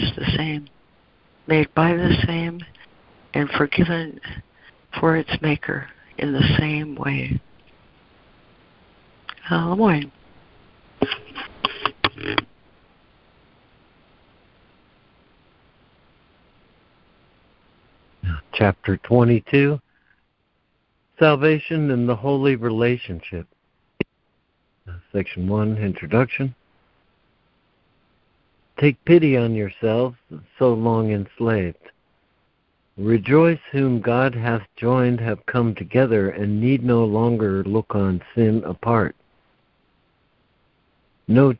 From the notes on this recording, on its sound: ACIM Daily Conference Call